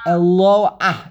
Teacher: It's Mila El, it's under the Lamed, correct, the Lamed, Elo, the Lamed gets the emphasis, but the end of the Shem is Aleph, Hey with a dot.